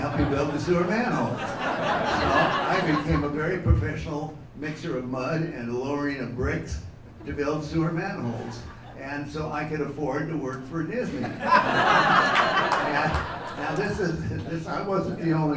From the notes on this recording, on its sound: This was recorded live at the ESPN Zone in Downtown Disney in Anaheim, during the MiceAge 10th Anniversary Breakfast Celebration!